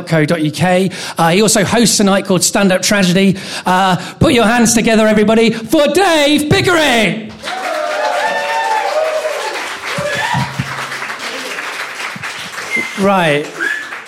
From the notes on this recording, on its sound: The first of three live recordings from our Tragic Friends live event which took place at the Dogstar, Brixton.